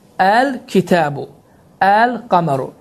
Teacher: əgər hər hansı bir isim Qurani Kərimdə əlifləm artikli ilə gələrsə, bu zaman həmin bu həmzə, deməli, ə şəklində oxunar.